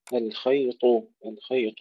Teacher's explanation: ترقيق اللام قبل الخاء المفخمة، ثم تفخيم الخاء وتفخيم الطاء، الخيط، الخيط الأبيض أيضا هنا ترقيق اللام، من الخيط الأسود أيضا ترقيق اللام، من الفجر إذا وقفنا عليها ننتبه إلى قلقلة الجيم ثم تسكين الراء وإظهارها وتفخيمها، من الفجر، وإن كان الوسط هنا أحسن.